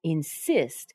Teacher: Sist is the primary stress in this word